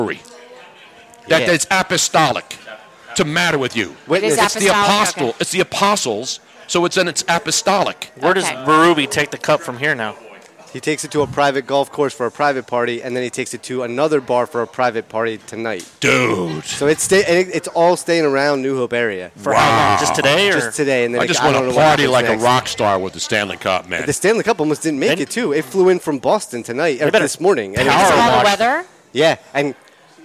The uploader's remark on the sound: Live from the Triumph Brewery. We were LIVE in New Hope PA at the Triumph Brewery for the Chiefs #StanleyCup celebration!